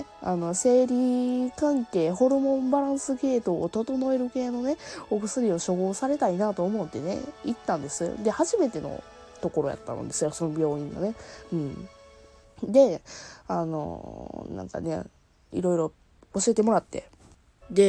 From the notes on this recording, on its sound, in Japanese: 後半になってやっとエンジンかかりましたので音量注意。あと雑音がめちゃくちゃ入ってます。